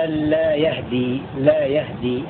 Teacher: قرأ حمزة والكسائي بفتح الياء وإسكان الهاء وتخفيف الدال على حذف التاء